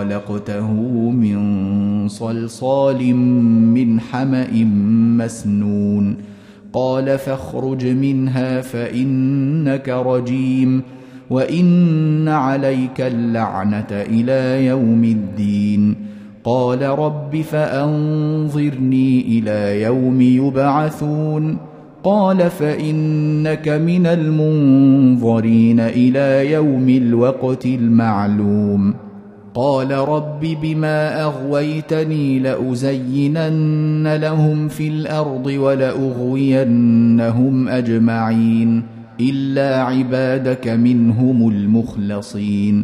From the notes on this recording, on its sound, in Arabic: مسجل من صلاة التراويح بمسجد السلام بحي مشرفة بجدة.